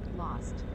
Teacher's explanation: you can clearly hear how it's an unrounded O